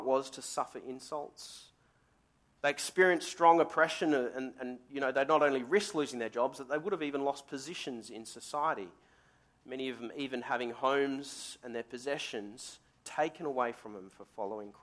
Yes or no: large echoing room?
yes